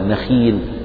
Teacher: لأن الخاء مكسورة فهي في أدنى درجات التفخيم كأنها مرققة · Term: الخاء المكسورة